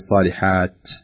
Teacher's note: الصالحات إذا وقفت بين الهمس فيها، الصالحات لا تقول صالحات تقف كذا كأن التاء راحت، لأن التاء صفة لازمة في الحرف، فلا بد أن نقول صالحات لابد.